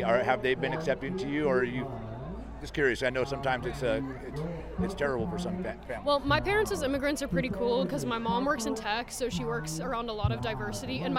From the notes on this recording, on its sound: Pride In The Plaza is an annual event held in Concord California.The event is hosted by Rainbow Community Center of Contra Costa. Sounds from the annual event.